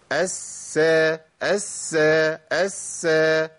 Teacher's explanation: لازم أبين رخاوة السين الساكنة. الس الس الس، ما أقولش أس.